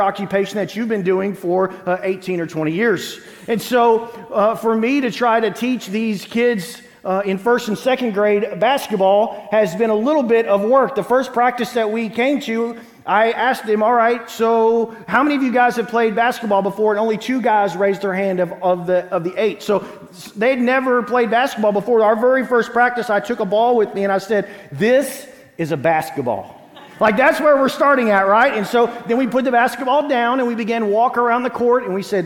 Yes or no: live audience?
yes